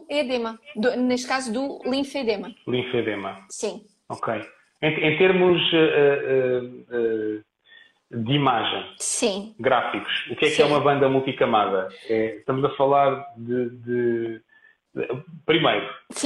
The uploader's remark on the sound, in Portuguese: Gravado através do LIVE do Instagram.